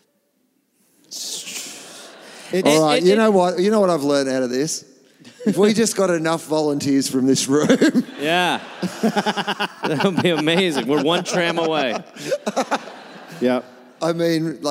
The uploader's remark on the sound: Recorded at Hamer Hall live in Melbourne